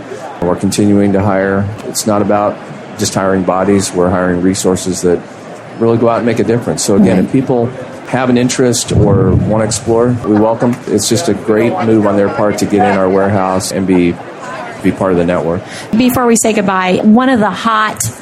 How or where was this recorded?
busy venue